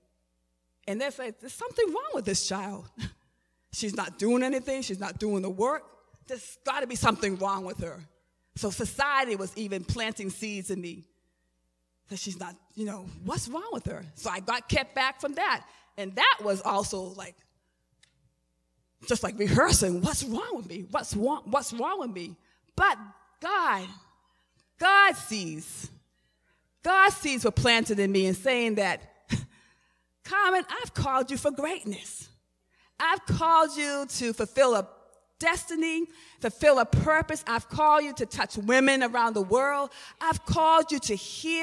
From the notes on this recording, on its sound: Recorded at the 11:30am Service on 2017-05-14.